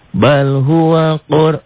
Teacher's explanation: Roknya tebal tafkhim karena sebelum rok mati baris di atas.